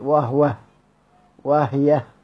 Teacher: سيدنا يعقوب يقف على كلمة وهو وهي في كل القرآن بهاء السكت